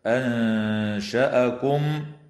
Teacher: تخفى النون الساكنة عند الشين مع الغنة مرققة